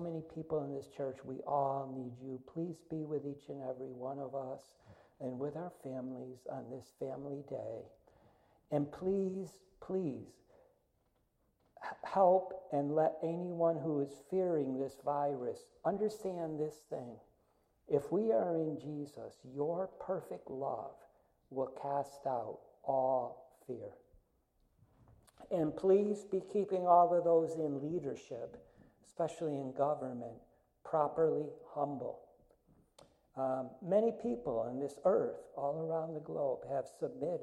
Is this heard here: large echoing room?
yes